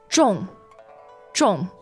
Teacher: The fourth tone, 重, means heavy, almost like the tone itself. It's so heavy that it falls.